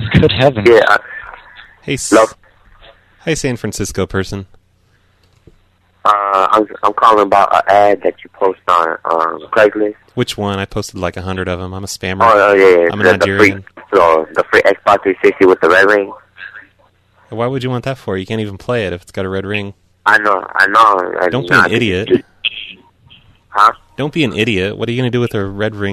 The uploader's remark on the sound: …'s Personal Prank Phone Calls Collection.